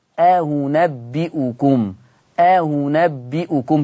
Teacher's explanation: تعالوا نشوف إذن حكم الهمزة الثانية التسهيل قولا واحدا